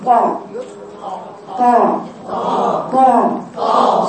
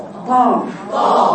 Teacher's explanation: طاء قوي جدا كله فوق حرف مستعلى مطبق